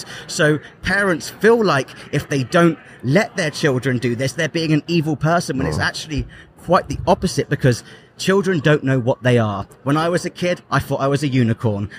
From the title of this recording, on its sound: Live at AmFest